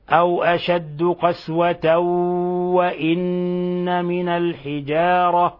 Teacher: فأدغمنا التنوين اللي في الحقيقة نون ساكنة في الواو إدغاما بغنة مقدارها حركتين تخرج من الخيشوم